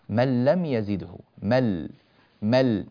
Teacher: دخلنا من الميم إلى اللام مباشرة ولا يوجد للنون أي أثر في النطق · Term: إدغام بغير غنة